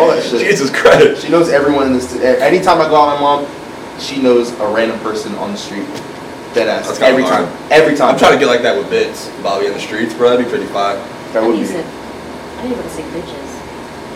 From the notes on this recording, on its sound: We had some AUDIO DIFFICULTIES this pod! Accidentally unplugged the audio cord so we had to use the raw camera audio.